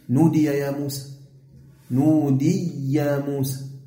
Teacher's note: هذا نحو يأتي، نودي يا موسى، أدغمتم الياء